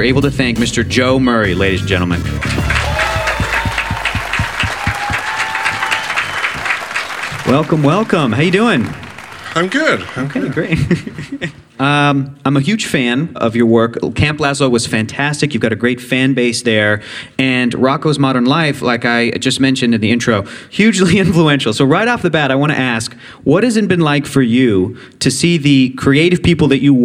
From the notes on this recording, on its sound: A live audience at the EW Popfest.